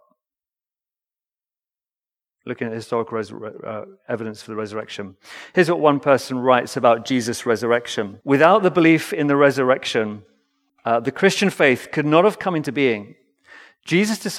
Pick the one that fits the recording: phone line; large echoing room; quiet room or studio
large echoing room